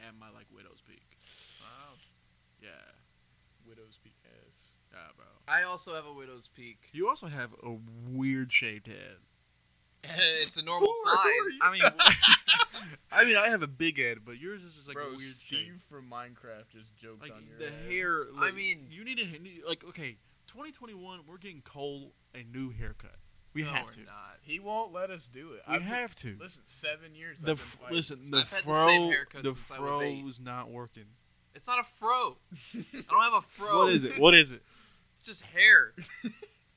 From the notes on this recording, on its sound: Still working on getting the audio right, next episode should be better